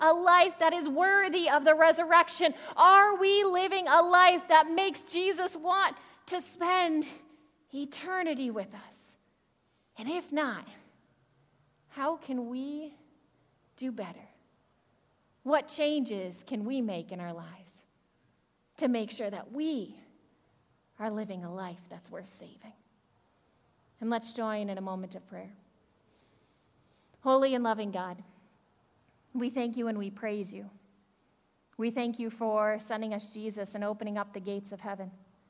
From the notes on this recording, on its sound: Audio from the second half of the 9am worship servcie. Zion United Church of Christ.